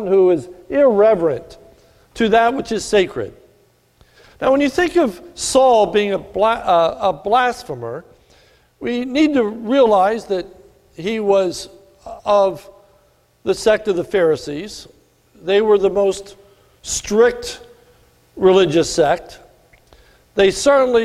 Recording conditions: large echoing room